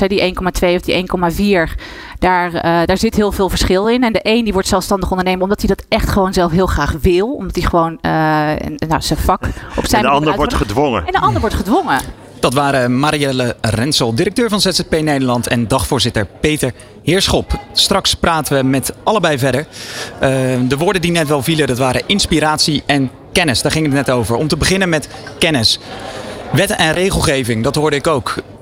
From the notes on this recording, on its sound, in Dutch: Vanaf de locatie, Hart van Holland in Nijkerk, deed De Ondernemer live verslag van hét evenement voor zelfstandig ondernemers.